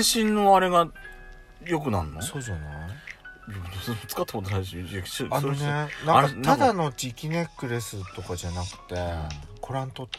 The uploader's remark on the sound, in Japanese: パーキング収録